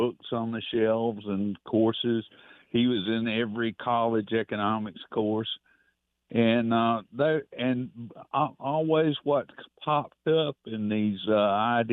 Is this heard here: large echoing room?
no